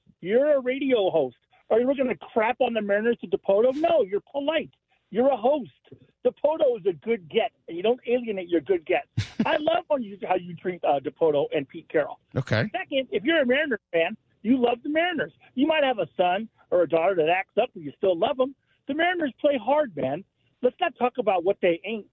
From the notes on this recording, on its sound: Opening the phone lines for Seattle Sports fans to guide the show.